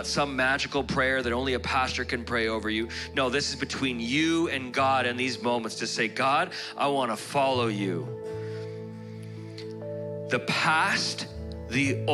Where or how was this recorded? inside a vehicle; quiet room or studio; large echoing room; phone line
large echoing room